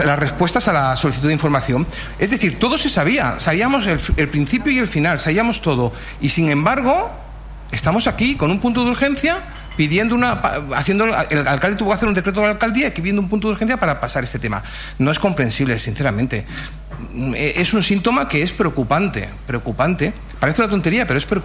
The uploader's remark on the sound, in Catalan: Transmissió en directe del Ple Municipal de l'ajuntament de Vilassar de Mar